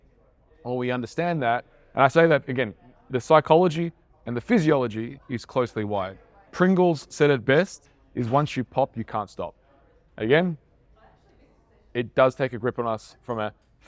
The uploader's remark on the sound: This episode was filmed and recorded at a recent Internship I ran for trainers